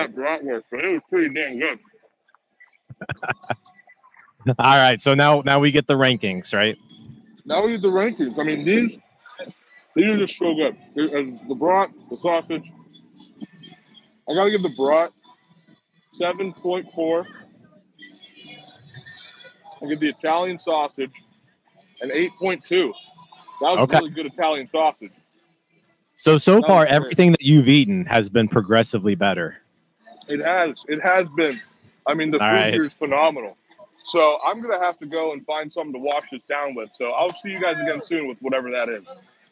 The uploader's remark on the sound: We are live inside LECOM Park for today’s Spring Training game.